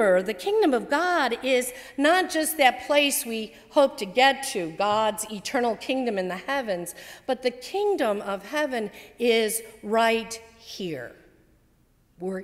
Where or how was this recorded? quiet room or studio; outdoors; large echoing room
large echoing room